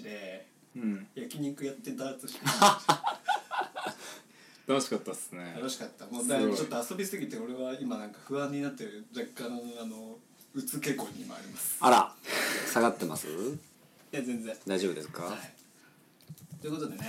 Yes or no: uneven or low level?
yes